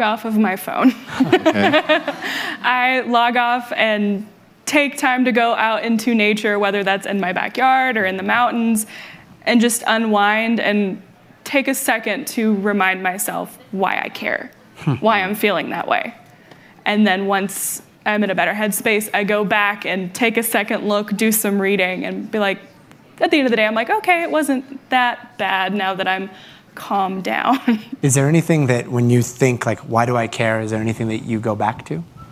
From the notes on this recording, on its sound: joined on stage at this 2022 Aspen Ideas Festival event